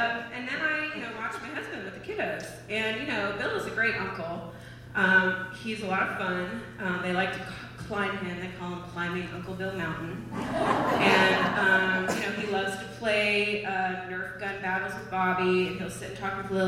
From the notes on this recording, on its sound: On stage at Alberta Abbey for live storytelling with Portland Story Theater.